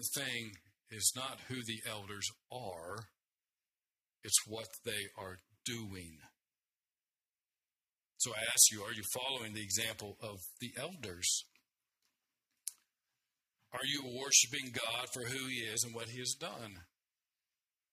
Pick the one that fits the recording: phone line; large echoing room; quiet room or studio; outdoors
large echoing room